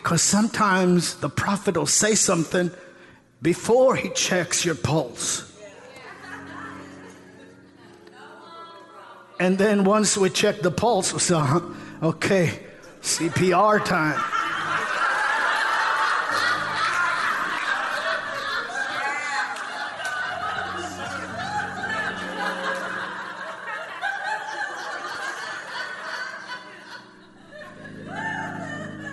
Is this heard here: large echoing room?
yes